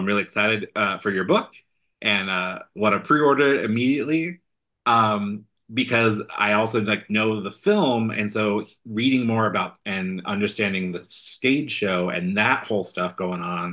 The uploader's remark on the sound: This discussion was held live on Sunday, December 17th on Scene to Song’s Facebook page, and was recorded for this podcast almost in its entirety.